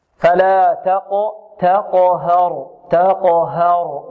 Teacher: نحذر من تفخيم الهاء لأنها وقعت بين مفخمين